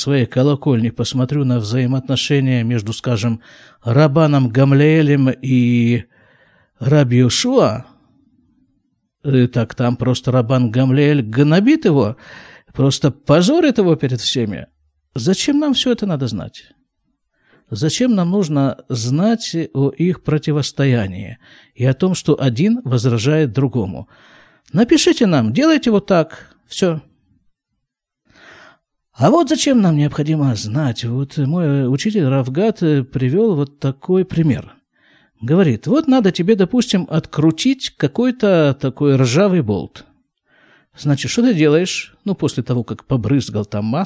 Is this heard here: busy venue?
no